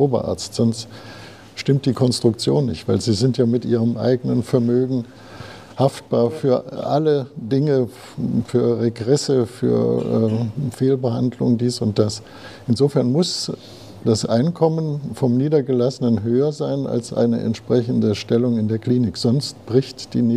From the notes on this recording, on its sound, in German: Podiumsdiskussion auf der BDNC Jahrestagung. Die direkten Fragen waren jedoch ohne Mikrofon und wir haben daher diesen Abschnitt nicht aufgenommen.